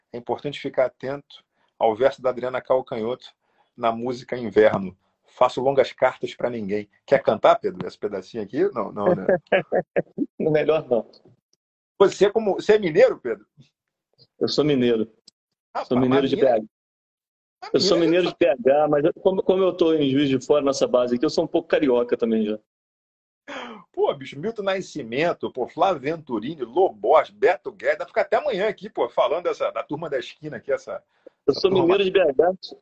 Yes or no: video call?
yes